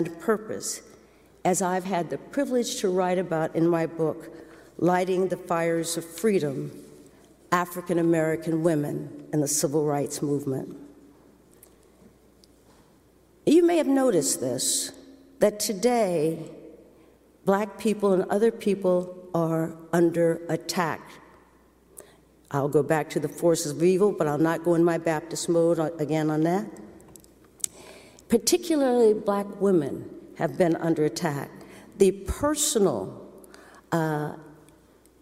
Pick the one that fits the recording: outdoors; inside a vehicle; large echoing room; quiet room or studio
large echoing room